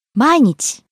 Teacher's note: Starting high, falling on the second syllable e, staying low.